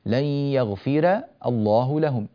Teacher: رققنا الراء المفتوحة لأنها مسبوقة بكسرة أصلية متصلة بها